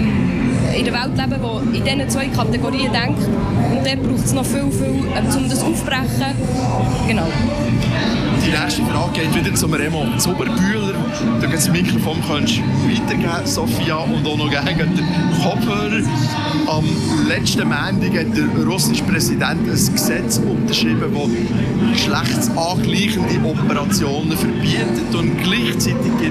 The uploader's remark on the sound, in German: QueerUp Radio sendete anlässlich der BernPride/EuroGames am 29.07.2023 während mehrerer Stunden live vom Bundesplatz in Bern.